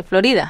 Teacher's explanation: she's rolling her R